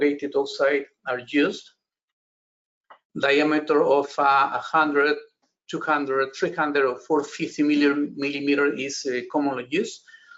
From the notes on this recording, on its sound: This is an audio version of the FGI webinar.